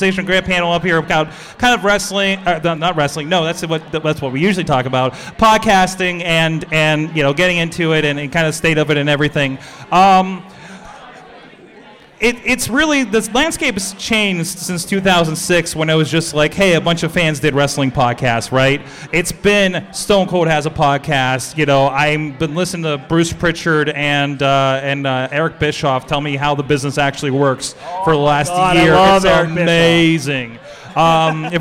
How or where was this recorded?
busy venue